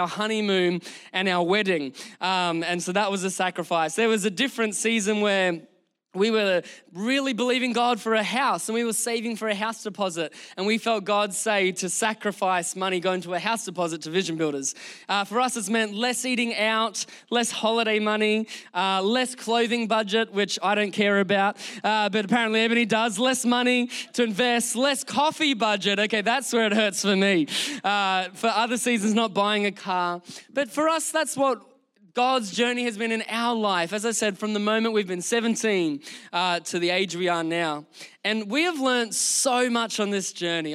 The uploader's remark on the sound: Recorded during our Melbourne service.